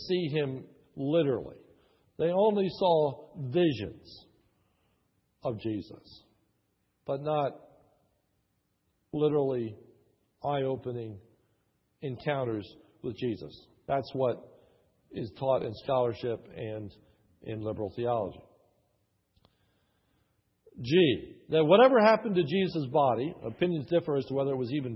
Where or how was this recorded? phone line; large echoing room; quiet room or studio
large echoing room